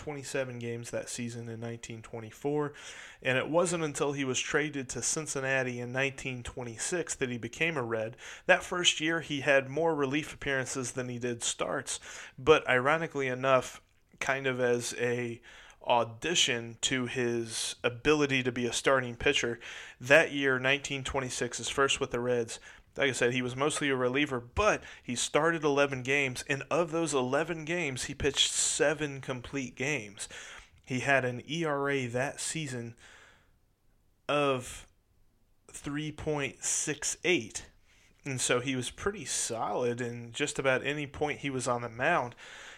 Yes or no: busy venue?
no